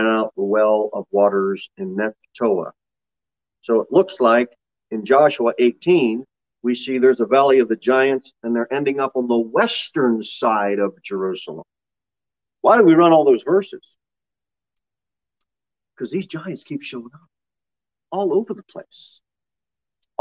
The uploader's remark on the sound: Sermon delivered at Pilgrim Baptist Church on Thursday, July 28, 2022 at 6:15 pm.